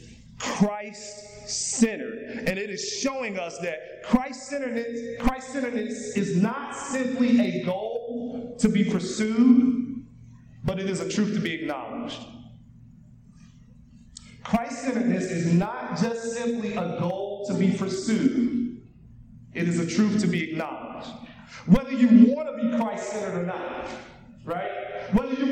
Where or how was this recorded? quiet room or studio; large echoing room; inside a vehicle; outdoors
large echoing room